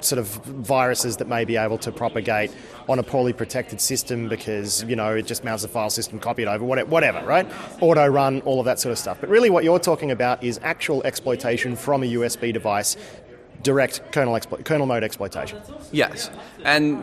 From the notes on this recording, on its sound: This podcast is an interview I did at the Breakpoint security conference